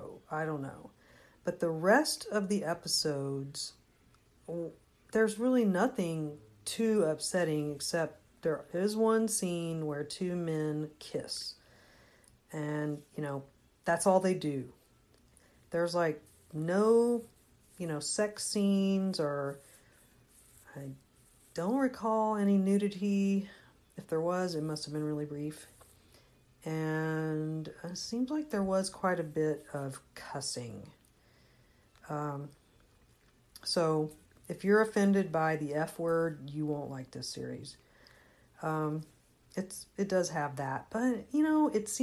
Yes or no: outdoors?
no